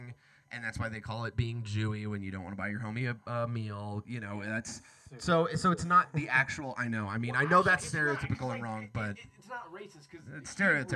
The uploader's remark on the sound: Please excuse the hum. It wasn't until after the podcast that we figured out some of this old equipment doesn't work the way they used to.